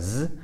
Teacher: what I consider like a buzzing Z, like a Z, where the tongue is in the air